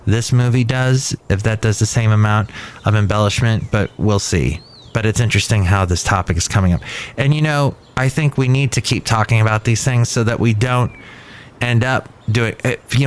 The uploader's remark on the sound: podcasts live from Café Anyway